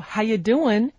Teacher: The word are disappeared altogether. The you changed to ya. And on the word doing, the G dropped.